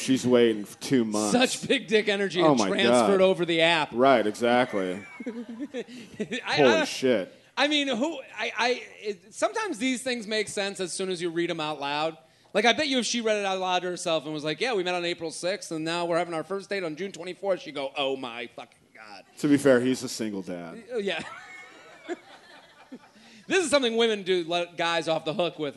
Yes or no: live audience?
yes